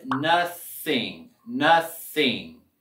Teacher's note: Aquí no vamos a sentir esta vibración como el otro TH sonoro. Con la TH mudo, vamos a solamente morder la lengua, así, suavecito, no para que le duele tanto.